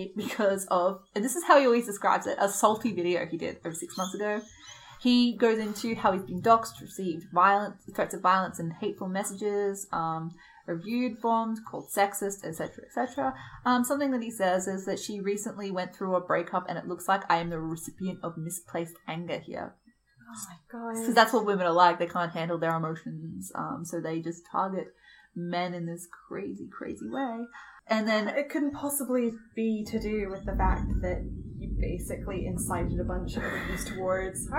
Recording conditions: background noise